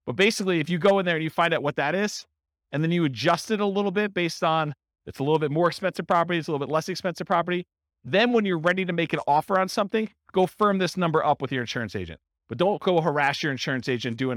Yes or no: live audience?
yes